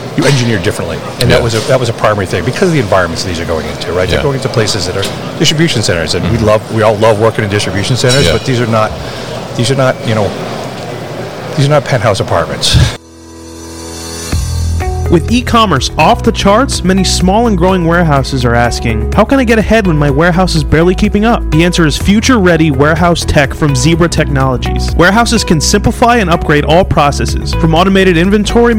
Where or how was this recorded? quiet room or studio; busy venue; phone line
busy venue